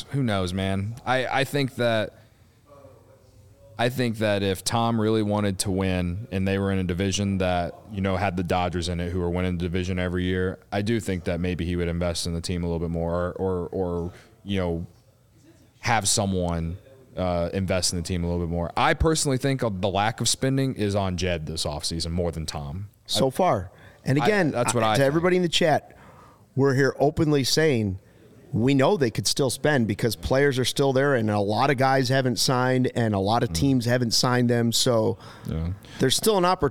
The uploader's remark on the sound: Joins the show live from Sloan Park in Arizona with interviews and the latest info.